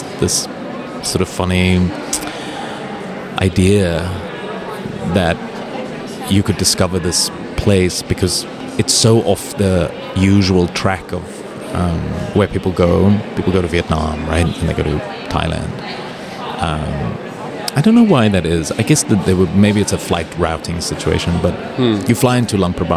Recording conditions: busy venue